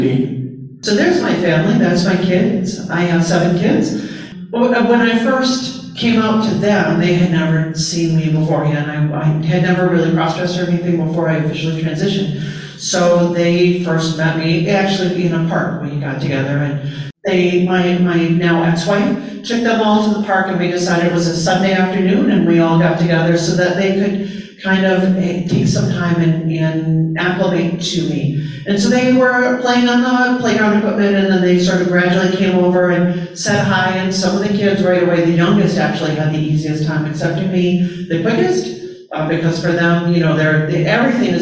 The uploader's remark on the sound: A Live Presentation